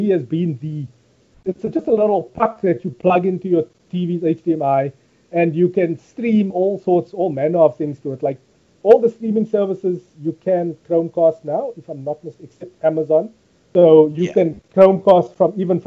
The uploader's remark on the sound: The Skypecast. We apologise for the terrible audio on South Africa's most accessible consumer technology podcast.